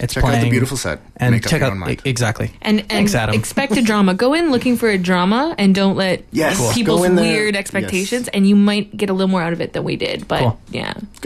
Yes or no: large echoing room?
no